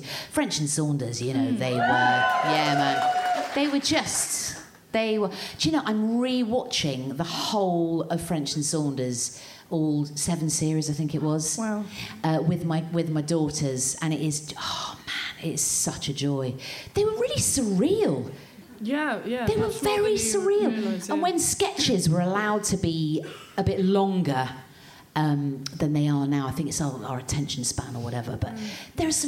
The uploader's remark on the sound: Recorded at the Leicester Square Theatre, London on February 14, 2017.